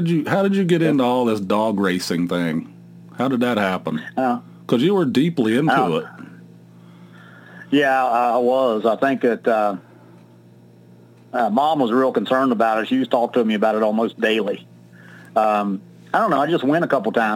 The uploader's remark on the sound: speak to my brother via Skype